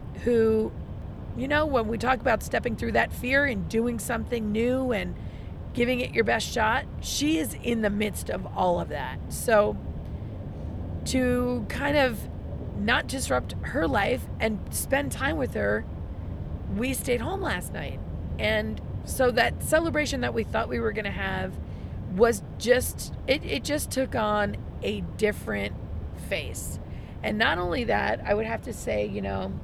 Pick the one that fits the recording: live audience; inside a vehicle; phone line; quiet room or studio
inside a vehicle